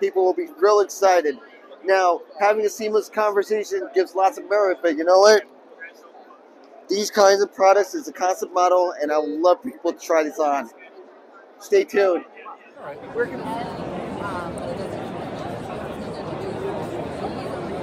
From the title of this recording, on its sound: Live From CES 2024